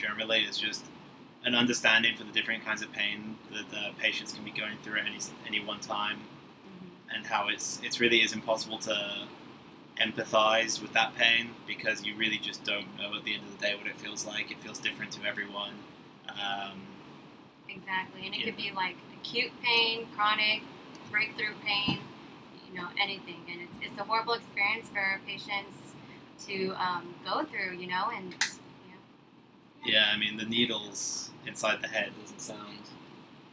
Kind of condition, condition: fault, sounds in the background